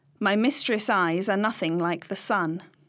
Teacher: every other syllable is stressed in a pattern of 5 feet. This stressed and unstressed form of meter is called accentual meter. · Term: iambic pentameter